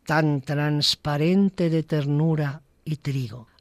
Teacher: La literación es otro recurso estilístico, este del plano fónico, que consiste en la repetición de un mismo sonido en un verso una misma unidad sintáctica, tan transparente de ternura y trigo. Aliteración de la T, repetición de la T, un fonema oclusivo, como la K, como la P